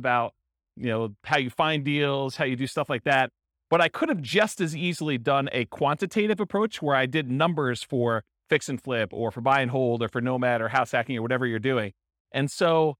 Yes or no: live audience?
yes